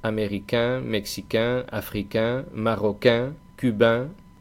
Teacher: La nasal en es la nasal de la vocal e y que se consigue tirando o estirando las comisuras de los labios hacia los laterales, hacia los lados.